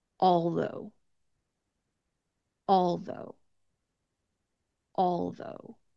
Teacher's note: my tongue did not come between my teeth on the AL part because it is a dark L, not a light L or a clear L sound.